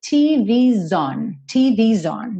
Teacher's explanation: Aqui, TV, com esse apóstrofo S, ficou como se fosse TV's, como se fosse um plural, né? E esse S, então, vai juntar no on com um sonzinho de Z